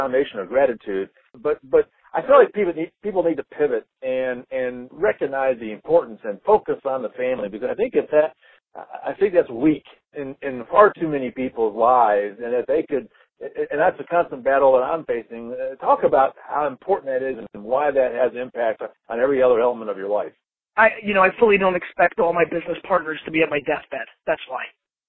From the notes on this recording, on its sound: To record, I was on an iPhone from an Atlanta parking deck. Was on his phone riding in a taxi through Manhattan…